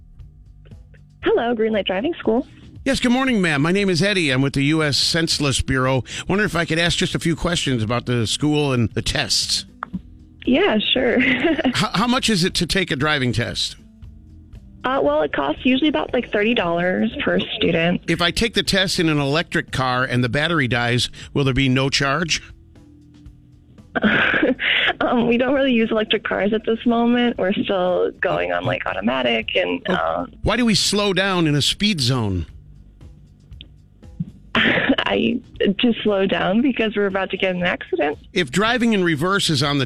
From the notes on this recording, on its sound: calls a driving school today for The Senseless Survey!